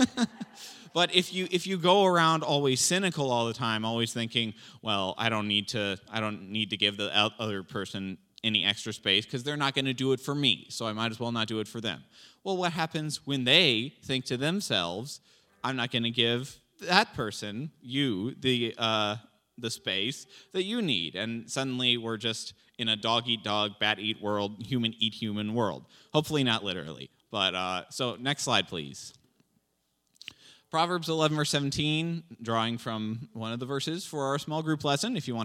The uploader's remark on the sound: This JAT was recorded live on February 13th, 2022 at Newark United Pentecostal Church.